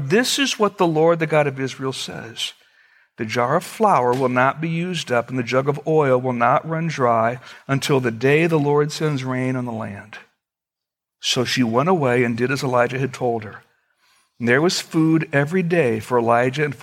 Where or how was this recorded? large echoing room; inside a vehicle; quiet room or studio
large echoing room